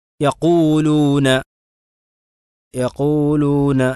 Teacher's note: വാവിന് stress കൊടുക്കരുത്, നേരെ വച്ച് സ്വാഭാവികമായ രൂപത്തിൽ ഉച്ചരിക്കുക. യഖൂലൂന യഖൂലൂന, അതല്ലാതെ യഖൂ എന്ന് പറയുന്ന വാവിന് കുറച്ചുകൂടി സ്ട്രെസ്സ് അതേമേ സമ്മർദ്ദം നൽകിക്കൊണ്ട് തന്നെ ഒരു കട്ടികൂട്ടി പറയേണ്ട ആവശ്യം ഇല്ല എന്നുള്ളതാണ്.